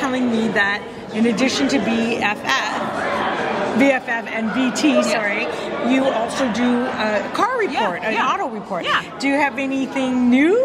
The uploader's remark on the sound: on the red carpet at the 2023 Vaughan International Film Festival’s Awards Gala